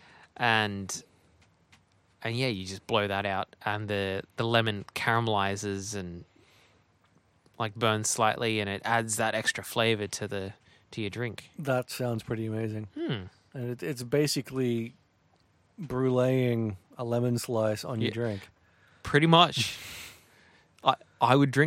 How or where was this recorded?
inside a vehicle